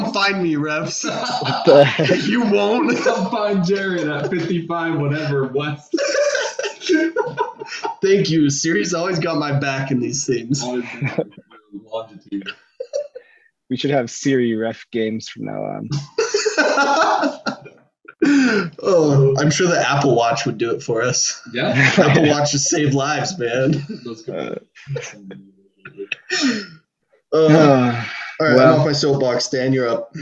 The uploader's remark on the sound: This LOADED episode brings the crew back together, still over zoom unfortunately.